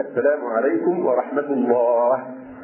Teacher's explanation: أيضا يسن أن يقف على آخر كل تسليمة، فإذا وقف طبعا سيسكن الهاء من لفظ الجلال، فيقول مثلا السلام عليكم ورحمة الله فيسكن الهاء، وأحيانا يحصل تقصير في النطق بالهاء الساكنة فتصير الكلمة كأنها الله الله بدون الله، فلا بد الإنسان يحقق الهاء فيقول السلام عليكم ورحمة الله.